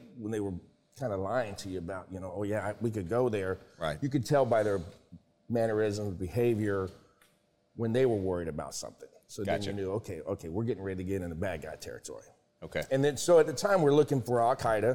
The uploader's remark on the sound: A Special Thank you to The Bad Monkey staff for allowing us to record this podcast in their location.